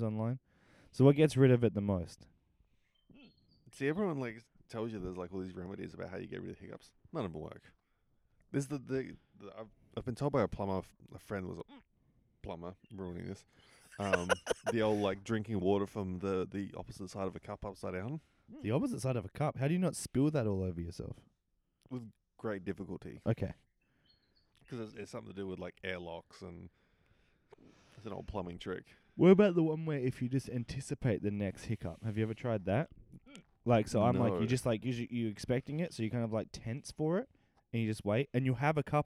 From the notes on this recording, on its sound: a couple of mics and the midnight air